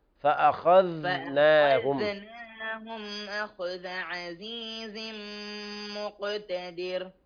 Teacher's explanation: الذل ساكنة ليس فيها قلقلة، فأخذناهم. لا، ما فأخذناهم، فأخذ ثبت طرف اللسان عند الذال، فأخذناهم أخذ عزيز مقتدر.